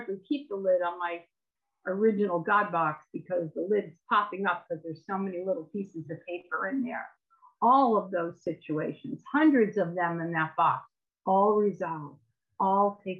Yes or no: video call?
yes